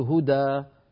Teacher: التعويض عن تنوين النصب حالة الوقف بألف تمد بمقدار حركتين · Term: مد عوض